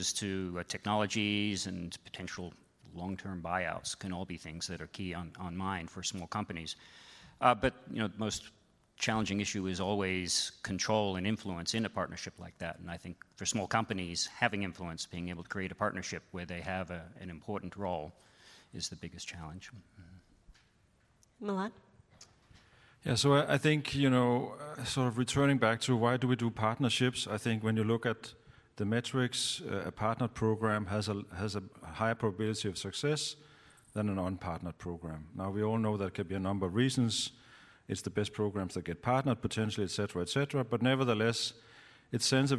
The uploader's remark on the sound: This session recorded at CMO Summit 2022